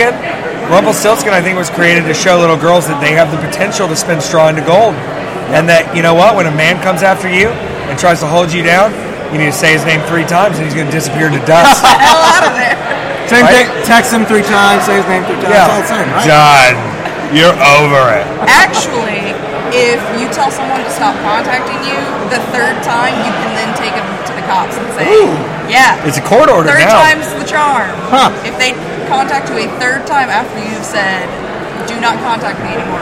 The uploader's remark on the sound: Pardon the ring noise, the effects of having a live mic after a show!